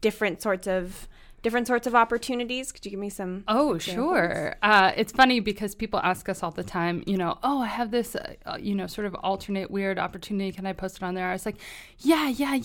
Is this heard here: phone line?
no